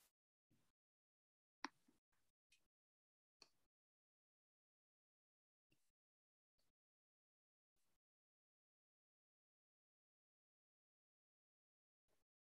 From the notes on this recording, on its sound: Audio of the informational Zoom session with Student Financial Aid Services.